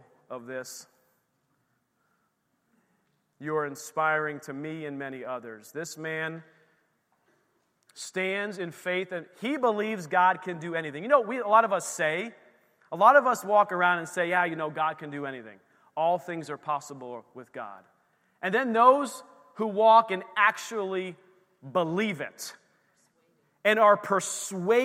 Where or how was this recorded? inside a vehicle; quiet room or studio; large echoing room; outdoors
large echoing room